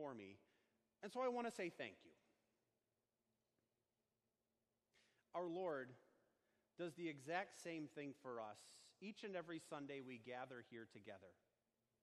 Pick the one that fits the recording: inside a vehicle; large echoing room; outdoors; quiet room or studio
large echoing room